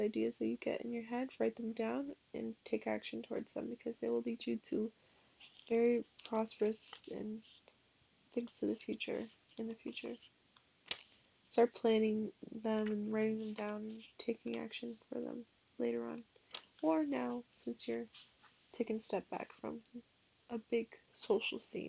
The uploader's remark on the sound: Pardon the sound on this